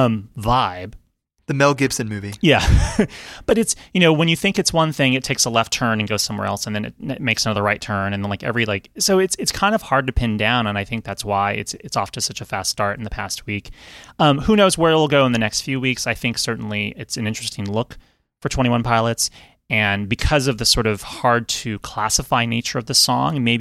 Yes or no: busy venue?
no